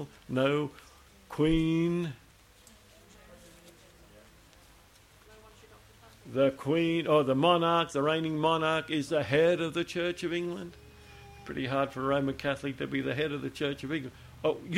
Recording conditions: large echoing room